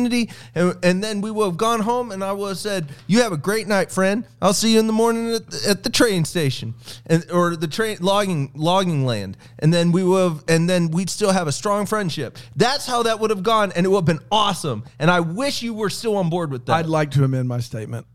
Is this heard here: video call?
no